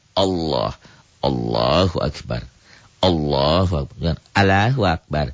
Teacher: Mengucapkan huruf dengan tebal sampai memenuhi mulut ketika mengucapkannya. Bunyi lam pada lafaz Allah yang dihukumi taghlid harus dibaca tebal. Suara yang keluar pun tidak seperti bunyi A, melainkan mendekati bunyi O. Posisi lidah terangkat isti'la, terangkat.